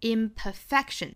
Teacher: 我们注意重读呢，应该是 imperfection 在 fa 这个音上